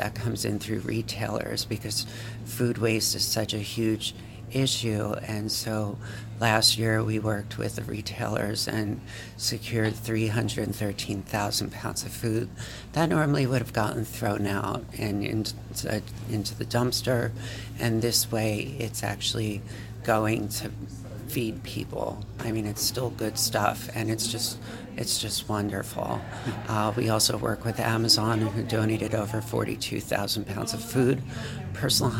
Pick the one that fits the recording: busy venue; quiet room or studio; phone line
busy venue